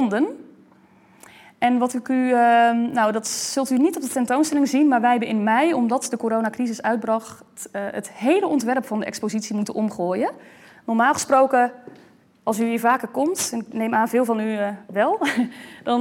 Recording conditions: large echoing room